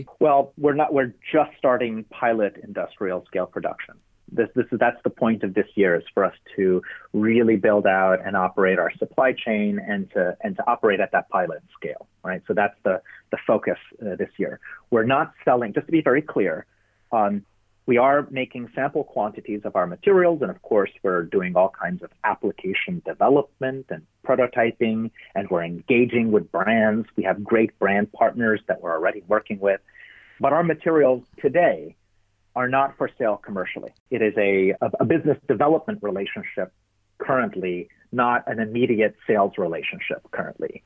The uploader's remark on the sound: Sound quality: Studio and telephone